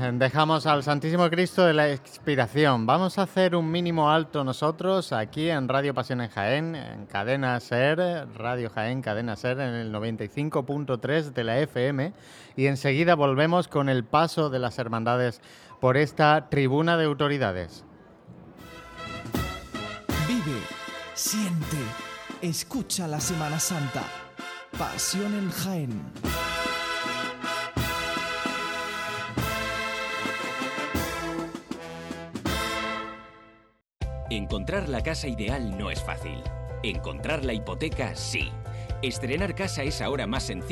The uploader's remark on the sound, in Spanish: Retransmisión en directo del Jueves Santo en Jaén en el año 2023.